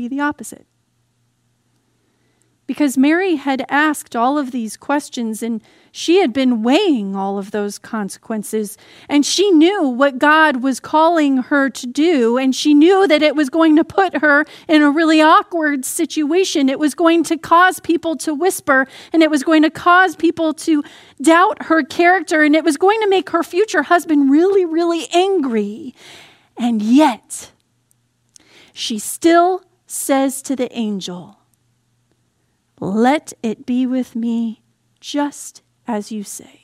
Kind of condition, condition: setting, large echoing room